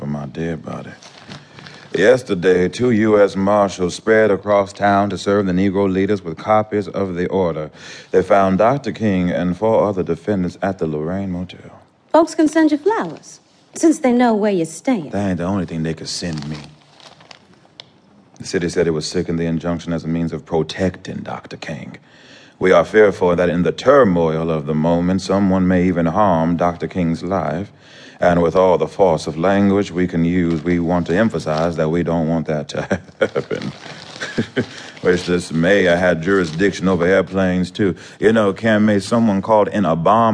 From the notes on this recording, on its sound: Recorded in Los Angeles before a live audience at The James Bridges Theater, UCLAm.